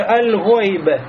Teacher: У нас горловой звук, а «Лям» является языковой. Значит, между ними отдаленность, и поэтому «Лям» не входит в «Гойн».